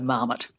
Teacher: So it's had a lot of time, to sort of be squished into an English model of stress, which would be the stress on the first syllable.